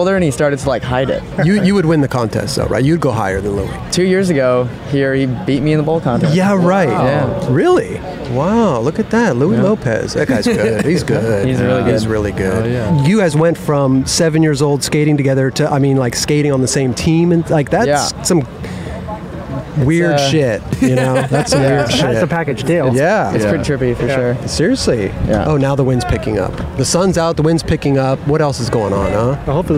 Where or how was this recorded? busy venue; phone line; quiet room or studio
busy venue